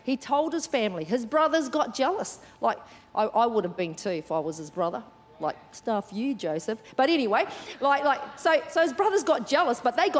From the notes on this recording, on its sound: Recorded during our 9am service on Sunday, the 7th of January 2024. C3 Powerhouse.